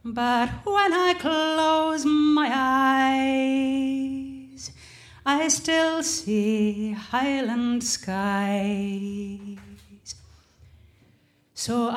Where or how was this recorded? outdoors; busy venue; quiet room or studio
busy venue